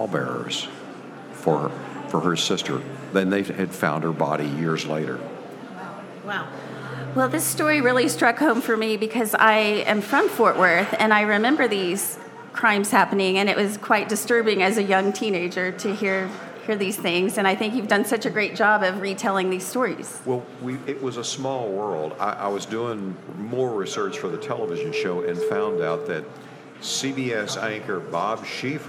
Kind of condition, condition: setting, busy venue